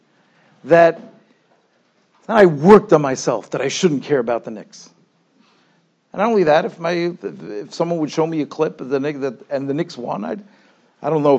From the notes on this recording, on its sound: Shiur recorded in Yeshivas Ohr Reuven, Monsey, NY.